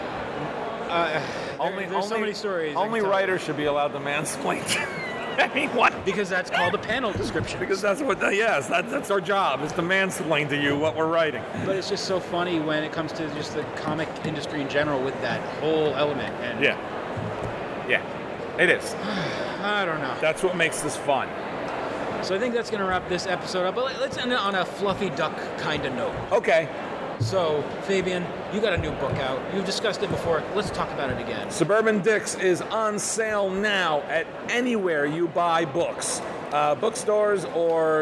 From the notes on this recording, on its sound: we present some of the audio we recorded at New York Comic Con 2021!